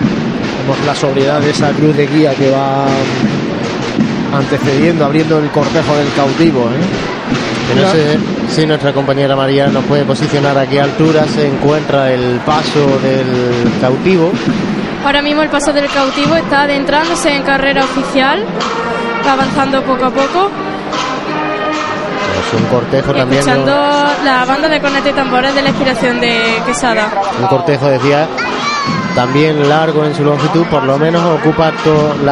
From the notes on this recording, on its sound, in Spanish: Conectamos en directo desde la unión de calle Campanas con Ramón y Cajal, por donde avanza la Cruz de Guía de la Buena Muerte.